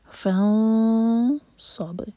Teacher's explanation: تو یہاں پر اخفا جو ہے ہیوی ہوگا صاد کی وجہ سے. فانصب، 2 سیکنڈس کا ٹائم اور صاد کے لیے زبان تیار.